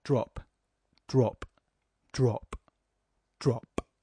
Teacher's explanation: but then just four stressed syllables in a row